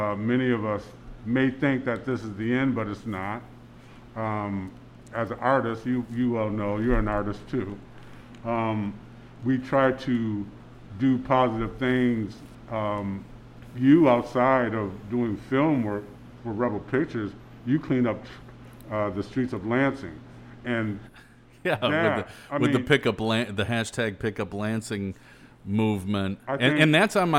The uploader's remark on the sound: At another remote location (Blue Owl Coffee) during COVID-19. This episode was recorded at Blue Owl Coffee in Lansing's Old Town.